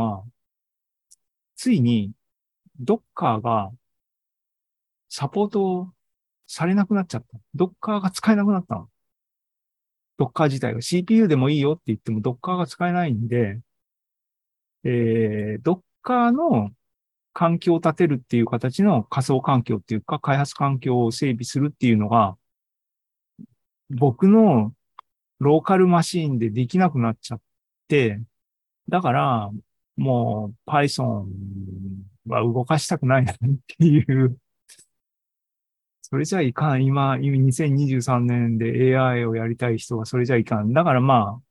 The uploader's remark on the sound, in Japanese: ２０２３年７月２９日に開催した ZOOMライブの模様です